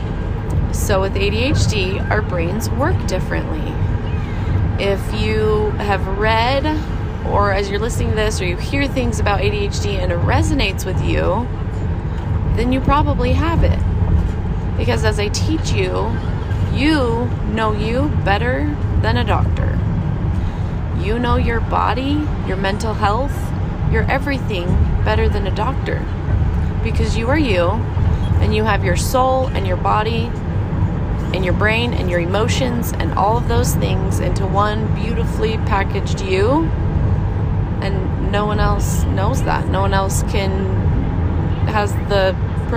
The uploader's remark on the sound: in the car with my kids